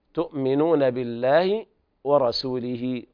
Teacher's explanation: وقرأ حفص بالتحقيق الهمز، تؤمنون بالله ورسوله، وهنا صلة صغرى توصل هاء الضمير بياء لفظية